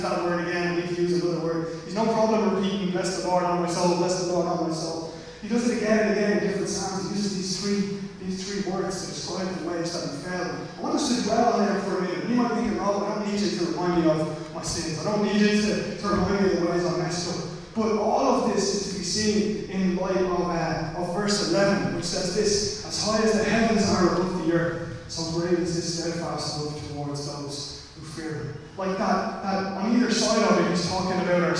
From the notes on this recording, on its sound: Recorded live at Liberty Church on 30 August 2020